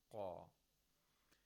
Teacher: qaf, we use the deepest part of the tongue and the roof of the mouth right above it, which is the soft palate, qa. And we raise the root of the tongue and pronounce qa from its own place of articulation, but we spread the lips, we drop the lower lip.